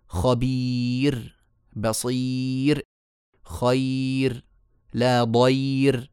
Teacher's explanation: كلمة خبير وكلمة بصير ترقق لأنها راء ساكنة وقبلها ياء ساكنة صح وأيضا لأنها راء ساكنة قبلها ساكن قبله مكسور ما الياء · Term: الترقيق